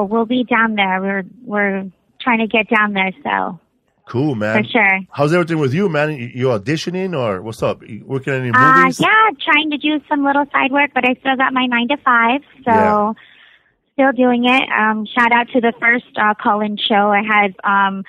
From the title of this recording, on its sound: Call In Show